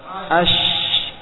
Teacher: Kita dapati di situ tengah lidah naik ke langit-langit atas, dan juga kita dapati di situ udara nyebar. Ya, tapi kita dapati juga nafas juga di situ tipis.